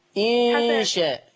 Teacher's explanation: غنة الإخفاء اللي هي النون عند الشين